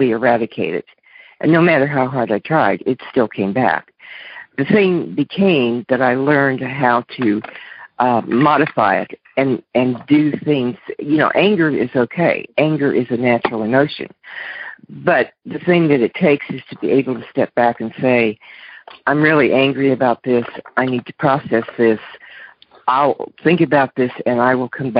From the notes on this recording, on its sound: Monday Noon Phone Speakers Series.